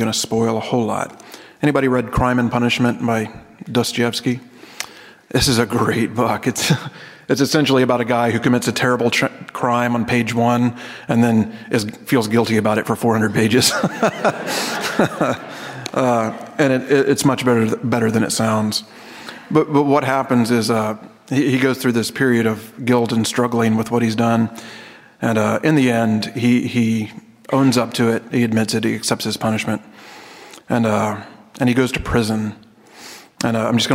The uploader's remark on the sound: This episode is taken from the Hutchmoot 2012 session titled “Tales of New Creation”.